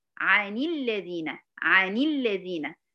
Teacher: حركت الساكن الأول بالكسر